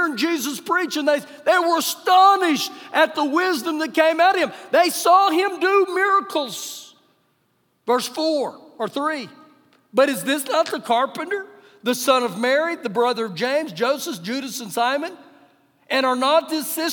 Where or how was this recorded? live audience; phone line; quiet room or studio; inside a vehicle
live audience